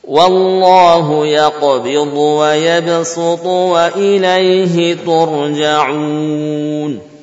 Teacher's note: Kalimat berikutnya wa ya basut ditulis dengan sad, ya, dibaca dengan sin oleh Hafiz